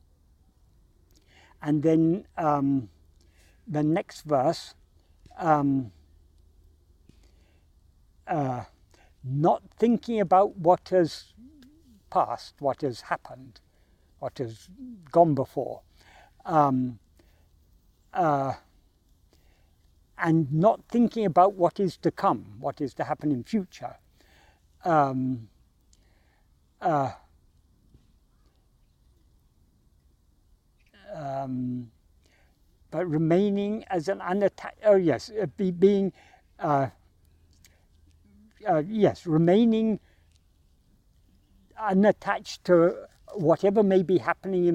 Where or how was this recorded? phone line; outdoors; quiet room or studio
outdoors